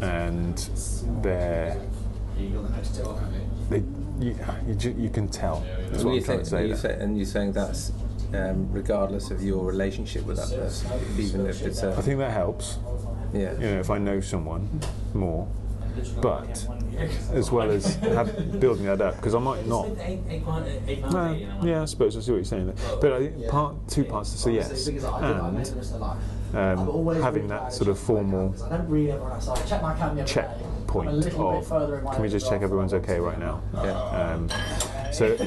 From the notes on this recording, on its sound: From The Cat & Custard Pot, Shipton Moyne, UK